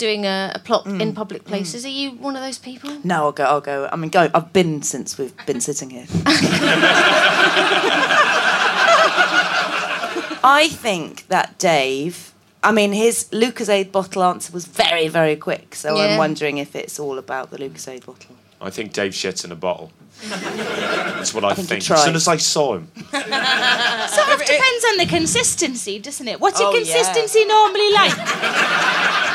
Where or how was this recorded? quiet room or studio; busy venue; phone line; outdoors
busy venue